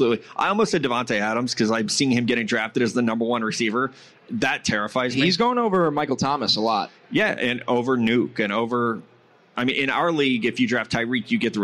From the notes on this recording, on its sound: live at Caesar's Palace in Las Vegas!